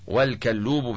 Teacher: بفتح الكاف وضم اللام المشددة